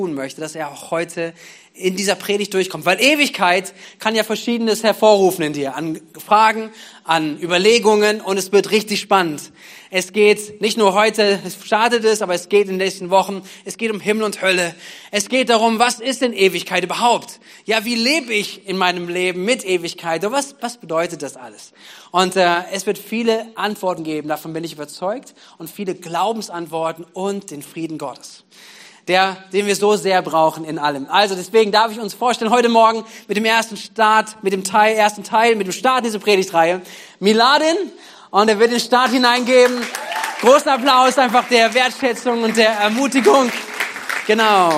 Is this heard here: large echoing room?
yes